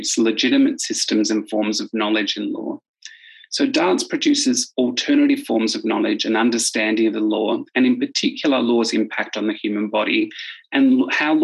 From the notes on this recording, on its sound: Festival Of Conversations. Panelists engaged in a live online conversation. Inviting the audience to participate in an interactive discussion.